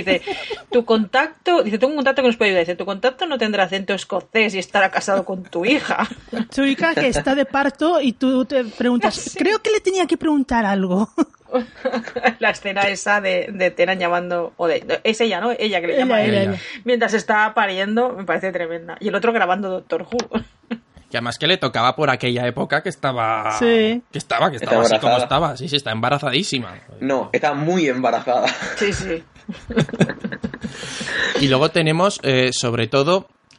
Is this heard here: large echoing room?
no